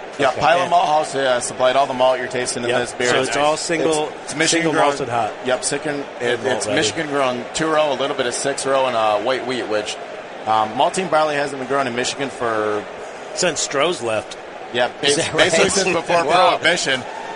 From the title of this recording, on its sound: Live from NHC 2014